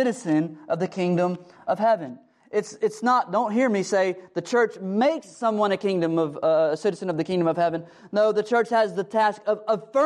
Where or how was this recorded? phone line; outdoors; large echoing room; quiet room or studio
large echoing room